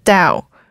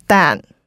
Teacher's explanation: we don't have the ow sound in Cantonese, so it's hard for Cantonese speakers to pronounce words such as down, which we pronounce as dan. · Shown in: second take